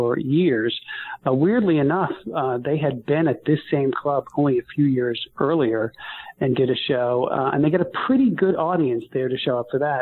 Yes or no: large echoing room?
no